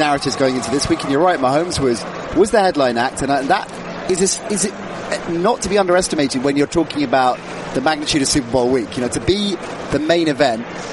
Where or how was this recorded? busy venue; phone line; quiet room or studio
busy venue